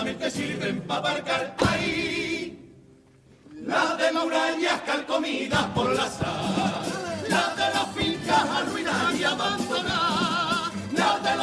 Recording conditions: live audience